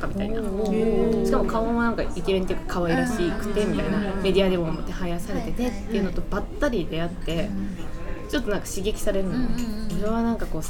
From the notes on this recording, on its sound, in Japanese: ファミレスでの収録のため、まわりのがやがやと一部聞き取りにくい箇所があるかもしれません